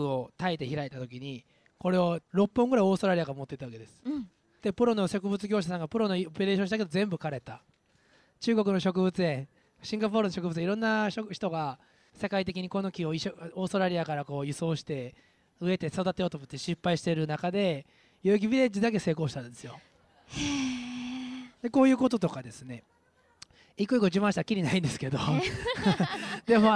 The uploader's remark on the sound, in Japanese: 代々木ヴィレッジは大きなビルが立ち並ぶ新宿のすぐとなりなのに、世界各地の珍しい植物が根付く、不思議な商業施設です。出版記念イベントとして、代々木ヴィレッジのイベントスペースで行われた。トークイベントの模様をお届けします。